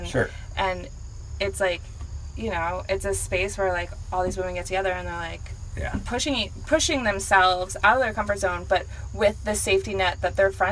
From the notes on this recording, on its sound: the podcast recorded at Catty Woods in Catasauqua, PA